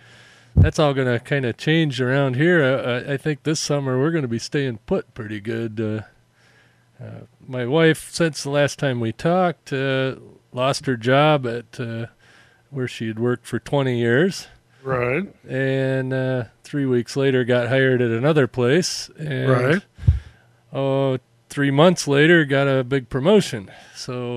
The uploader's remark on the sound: A mobile podcast for the first 2 segments. While driving around Traverse City running errands.